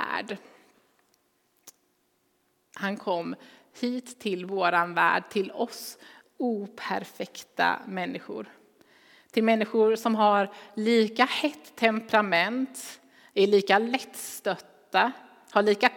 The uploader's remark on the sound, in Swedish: Inspelning från Immanuelskyrkan Skövde.